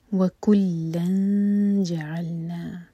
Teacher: وَكُلًّا جَعَلْنَا تنوین کے بعد جیم تو یہاں پر اخفا کریں گے جیم کے لیے نون کی آواز کو چھپائیں گے اور جیم کے لیے زبان تیار کریں گے